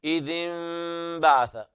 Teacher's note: إقلاب النون ميم عند الباء مع مراعاة الغنة بمقدار حركتين